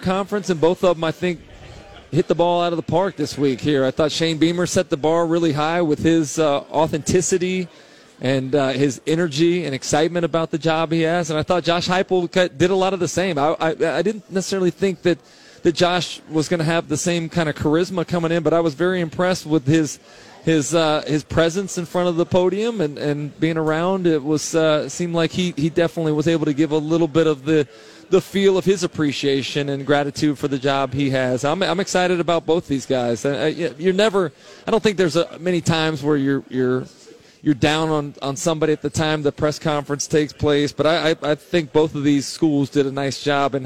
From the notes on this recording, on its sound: live from SEC Media Days